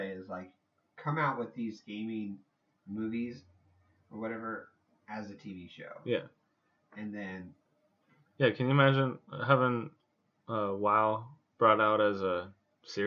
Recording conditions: poor microphone